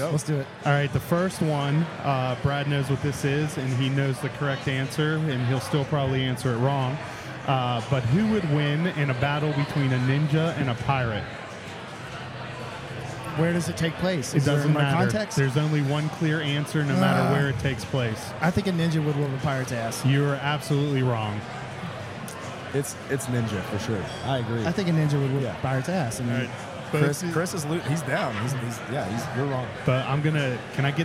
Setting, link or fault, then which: setting, busy venue